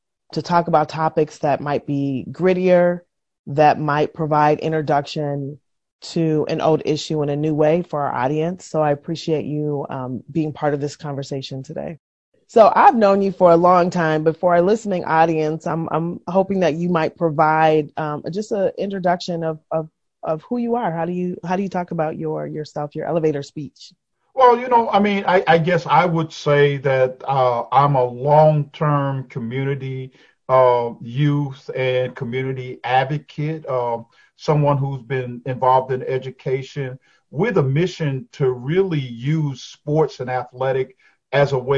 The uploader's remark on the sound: Over Zoom.